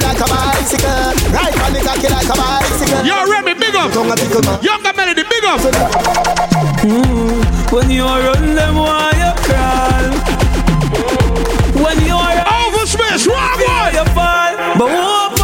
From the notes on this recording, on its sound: Live audio from me in the clubs.